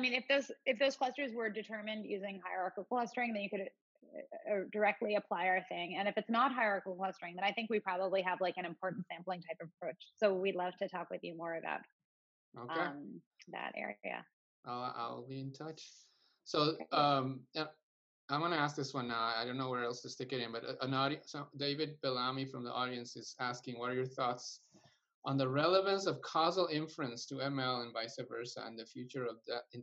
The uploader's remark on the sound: Our Data Science Zoominars feature interactive conversation with data science experts and a Q+A session